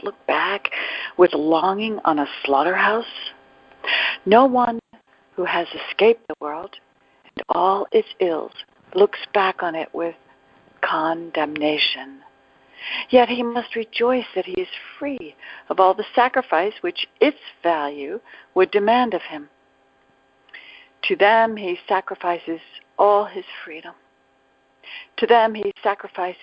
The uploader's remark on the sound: ACIM Daily TEXT Conference Call.